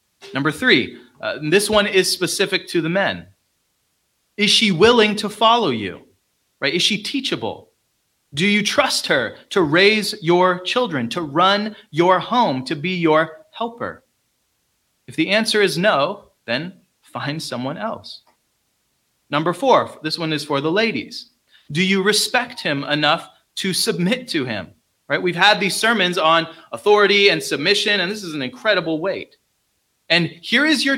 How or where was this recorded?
large echoing room